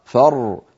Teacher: فر، بين الرخو والشديد، زمنها أقصر من فرغ · Term: الراء